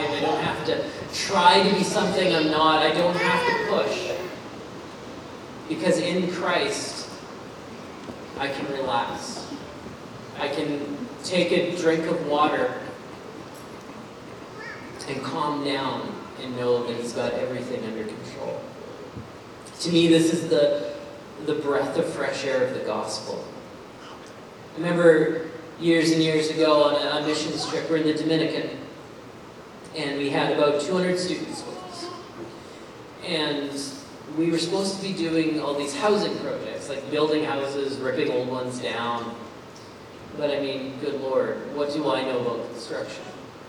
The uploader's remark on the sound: Hey Everyone just wanted to apologize up front about the audio quality of this message. There was a recording hiccup so this audio is not up to our normal standards.